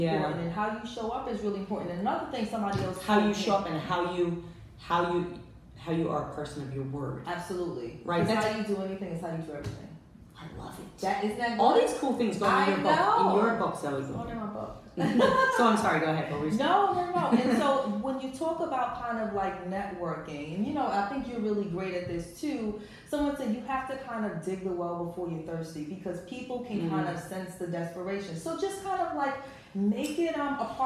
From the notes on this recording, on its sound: This episode was filmed LIVE at Luminary - a NYC Hub for WonderWomen in Business